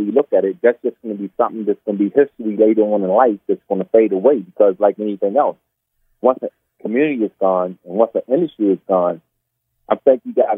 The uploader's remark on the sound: In this bonus episode, we hop on the phone